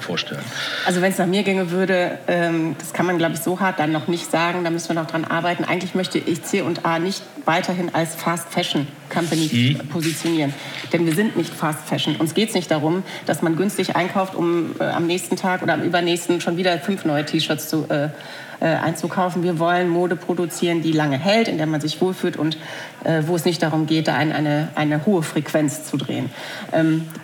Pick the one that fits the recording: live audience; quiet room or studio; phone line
live audience